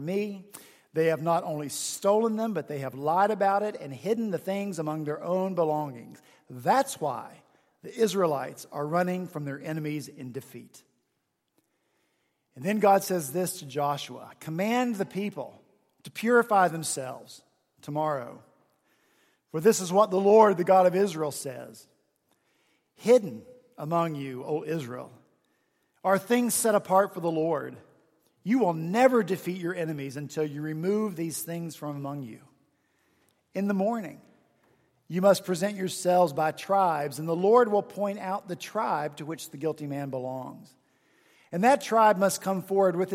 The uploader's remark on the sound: at Redeemer Presbyterian Church in Charleston, SC